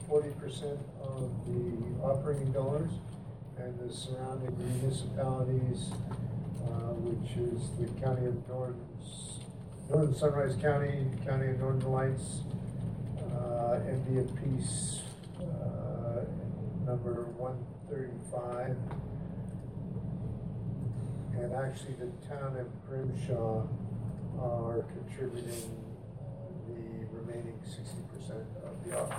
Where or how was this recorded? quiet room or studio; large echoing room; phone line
large echoing room